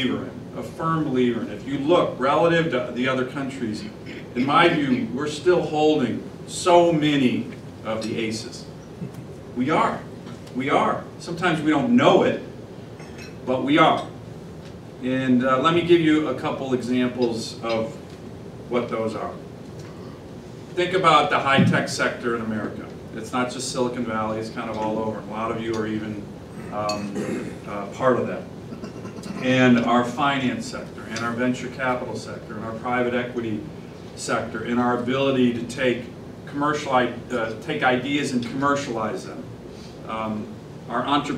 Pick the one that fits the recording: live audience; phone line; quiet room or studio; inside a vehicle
live audience